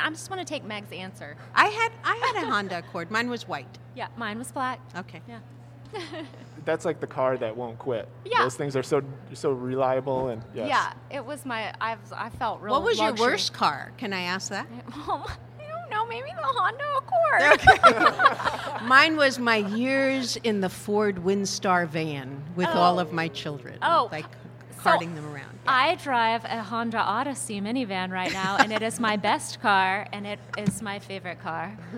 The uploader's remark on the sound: Part two of a special LIVE episode.